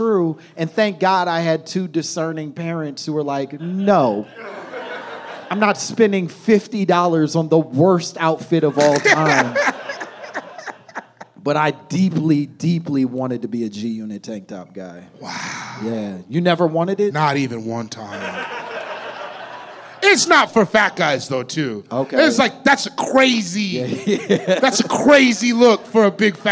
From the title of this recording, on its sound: My Momma Told Me Live from LA!